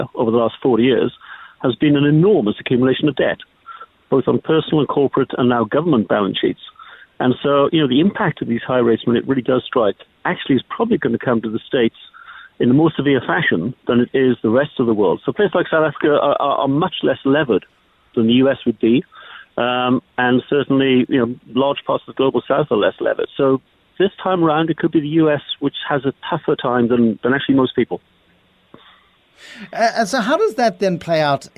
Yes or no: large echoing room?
no